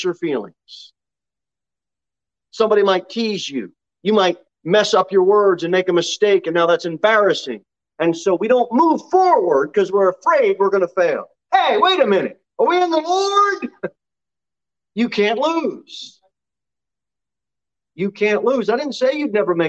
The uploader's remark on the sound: Sermon delivered at Pilgrim Baptist Church on Thursday, January 27, 2022 at 6:15 pm. Jere Whitson Rd.